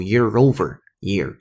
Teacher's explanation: smog.Alright，原声听过之后，回到主新闻当中的第一句话，fifth consecutive month 就是连续的五个月 of year over yeardeclines。这里面要讲解一个，无论是经济学还是你听新闻的时候，都经常能听到的一个短语，叫 year overyear，就是 overyear，那中间有个小连读，year overyear，那个 year 结尾的时候儿化音加上 over 的元音开头，所以有个连读